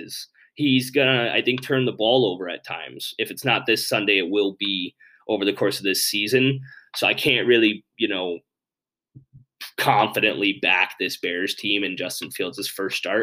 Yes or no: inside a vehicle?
no